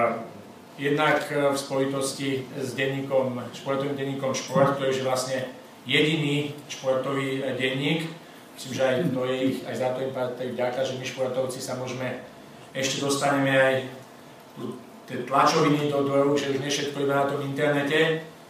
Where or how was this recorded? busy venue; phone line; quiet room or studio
busy venue